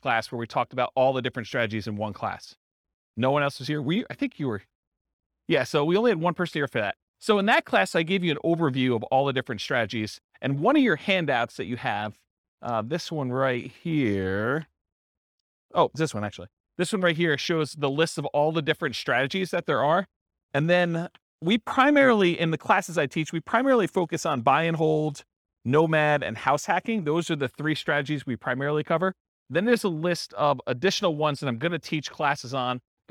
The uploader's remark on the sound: This was a live class recorded